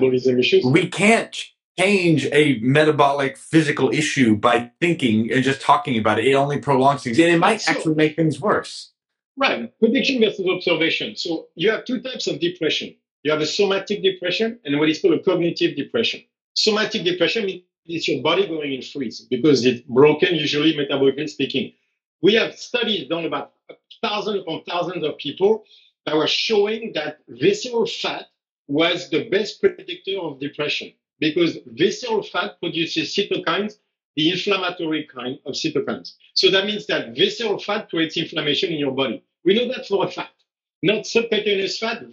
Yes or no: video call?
yes